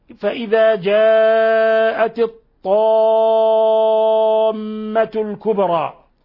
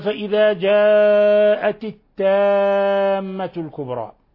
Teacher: طيب، فحينما نأتي إلى قوله تعالى فإذا جاءت الطامة الكبرى، هذا الطاء حرف إطباق وحرف استعلاء، حرف مفخم · Shown in: first take